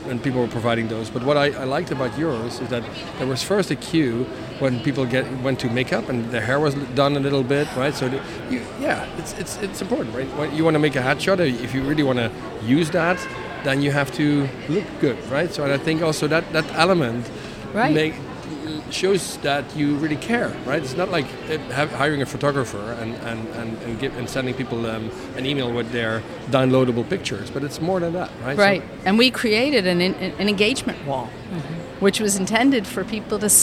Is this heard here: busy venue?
yes